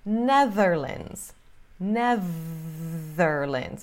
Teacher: Com esse TH vozeado, como se fosse ZZ, língua presa.